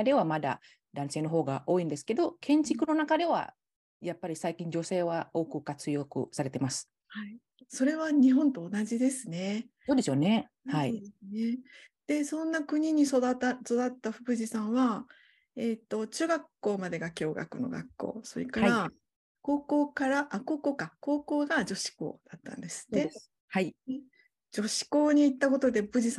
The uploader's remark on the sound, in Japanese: 収録場所： オンライン (Zoom)